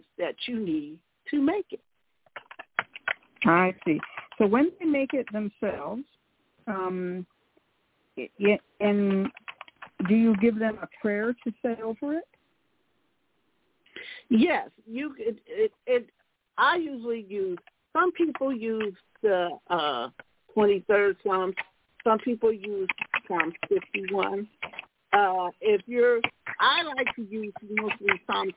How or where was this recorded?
phone line